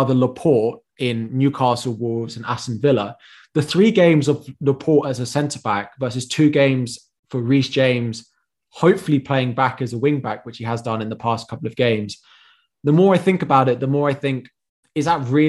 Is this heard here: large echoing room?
no